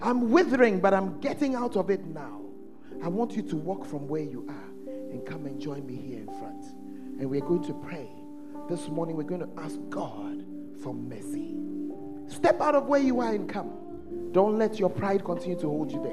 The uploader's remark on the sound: at The Fountain of Life Cathedral during The Presence Service